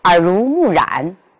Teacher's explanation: 像这些具有并列关系的成语，我们读的时候呢，我们要把它处理成“中重中重”，也是非常常见的。除此以外呢，还有一些专用名词，叠音形容词、相声词，比如社会主义、巴黎公社、奥林匹克、噼噼啪啪很明显，我们在读这些词的时候，我们要把它处理成中轻中重。哎，重音在第四个音节上。还有一种情况，我们来看这些词语，“惨不忍睹，敬而远之，敬而远之。”一波三折。很明显，这些词我在读的时候呢，我的重音是放在了第一和第四个音节上。第二和第三个音节呢，是中音，这叫重、中、中、重格式。